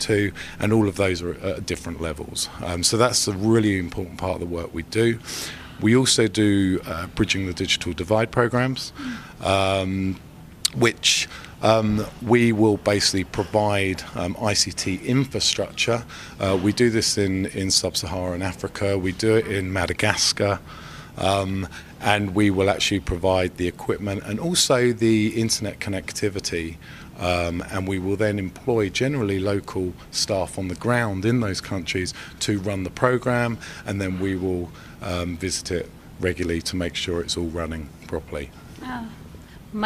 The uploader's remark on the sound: live from Telecom Exchange LA